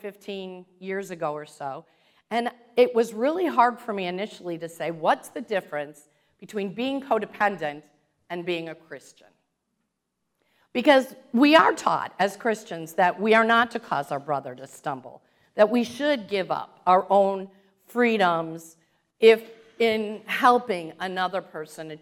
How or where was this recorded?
large echoing room